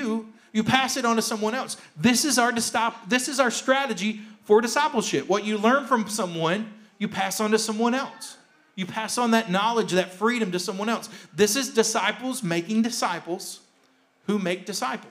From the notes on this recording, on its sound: a rebroadcast of the message from our service on January 17th, 2021